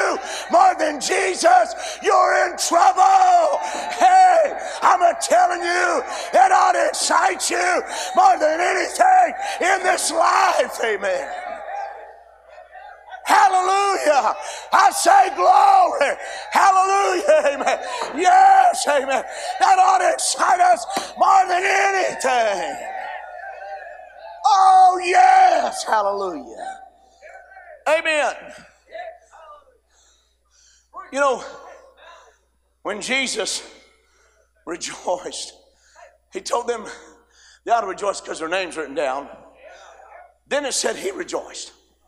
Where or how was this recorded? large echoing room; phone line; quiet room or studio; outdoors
large echoing room